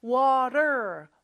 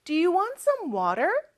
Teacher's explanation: Water 뭐 이렇게 발음하잖아요. 근데 미국이나 북미권에서는 이 T가 모음 소리 사이에 껴있을 때는 리을처럼 발음이 돼요.